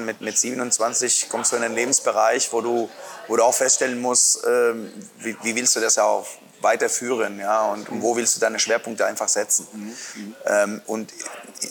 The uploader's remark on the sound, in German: im Sportland Fitness in Erlangen aufgezeichnet